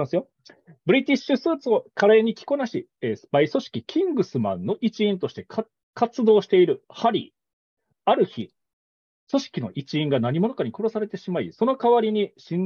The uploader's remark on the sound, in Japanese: Zoomで1年くらい月イチで開催してきた企画。企画の形態はそのままに、収録したものを一部編集してお送りします。